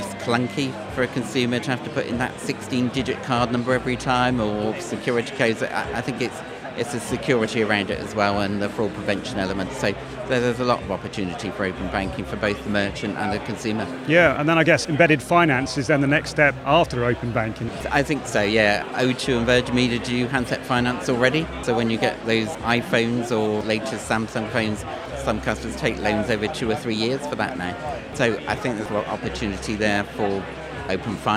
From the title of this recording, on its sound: Live from Fintech Talents Festival